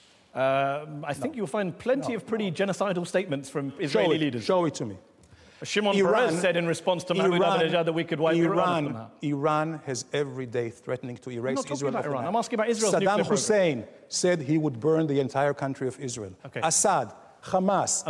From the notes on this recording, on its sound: Head to Head is Al Jazeera's forum for ideas, a gladiatorial contest tackling big issues in front of an opinionated audience at the Oxford Union.